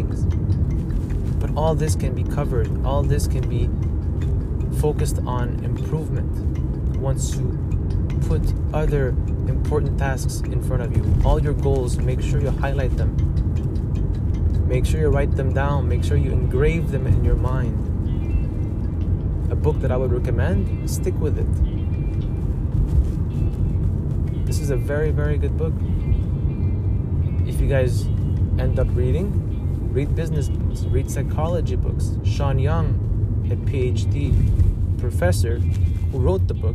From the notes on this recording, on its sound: I apologize in advance for the background noise as this episode was recording hands-free while driving.